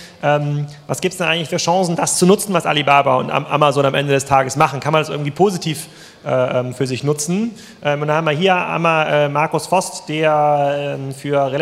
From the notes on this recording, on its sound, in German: Ist spontan beim Digital Commerce Day für einen anderen Speaker eingesprungen und hat einen denkwürdigen Vortrag zum Ende des Großhandels gehalten.